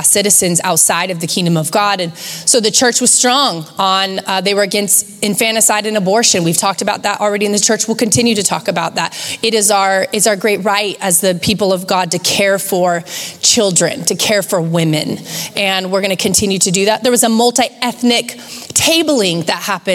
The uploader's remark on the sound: Recorded live at Capital Church in Meridian, Idaho